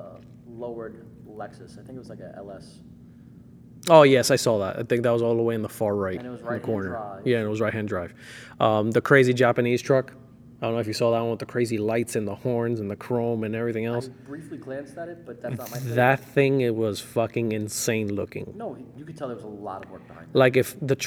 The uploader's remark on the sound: We chatted on the show floor. Phili Auto Show!